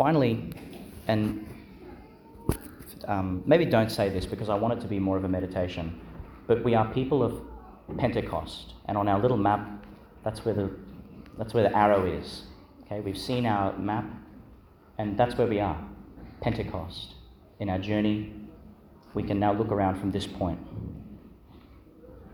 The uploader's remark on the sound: Homily for the Solemnity of Pentecost, 2022, delivered in Our Lady to Star of the Sea, Qld.